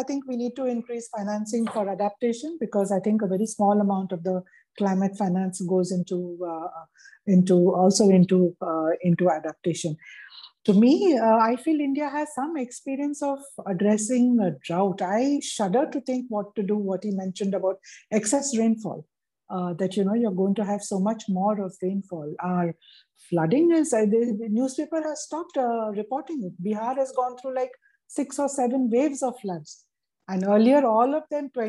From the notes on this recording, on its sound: Zoom and Facebook Live